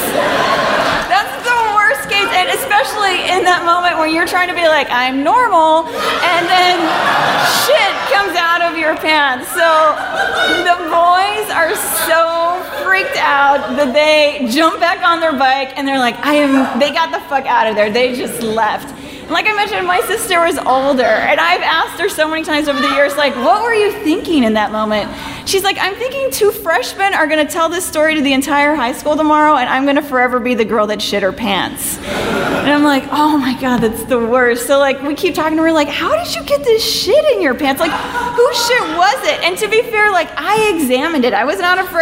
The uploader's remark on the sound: Live From Austin 2! Stories of heartbreak and hilarity from our second visit to the town that keeps it weird.